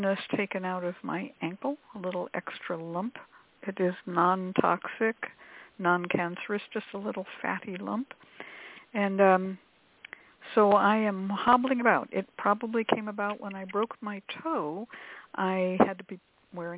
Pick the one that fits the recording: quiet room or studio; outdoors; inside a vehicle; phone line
phone line